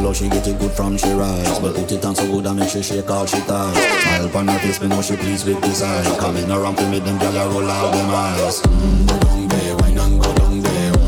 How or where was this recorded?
busy venue